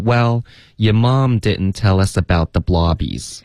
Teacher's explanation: didn't，他好像用的是一个的的音，他没有用一个喉音停顿